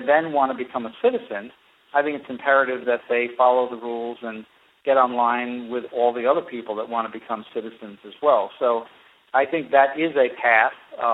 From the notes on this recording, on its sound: Via telephone.